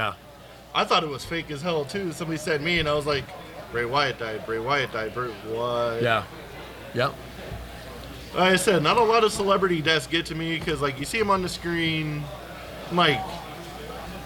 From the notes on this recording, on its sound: live on location from Sams Town